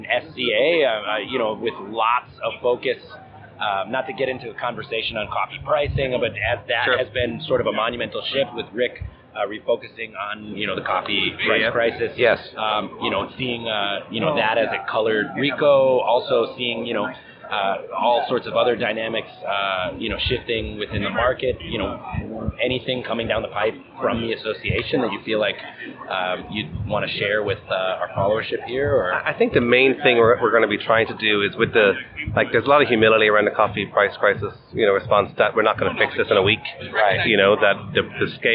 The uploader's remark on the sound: The recent Coffee Expo in Boston. Live from the chaos of the show floor.